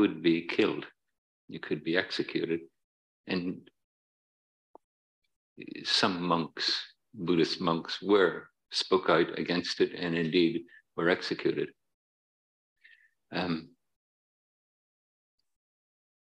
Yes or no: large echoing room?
yes